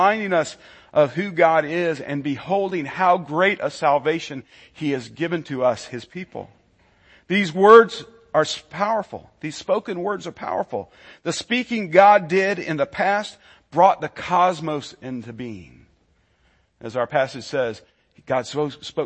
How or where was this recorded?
large echoing room